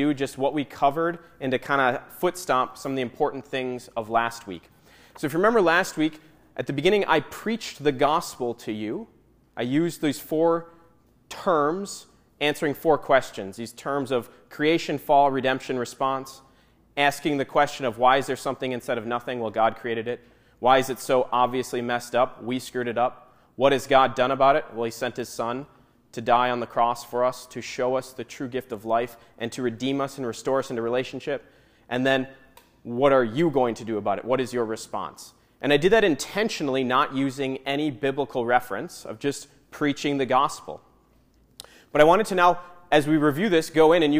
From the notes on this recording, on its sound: Audio from the Rite of Christian Initiation for Adults (RCIA) class at Saint Paul's.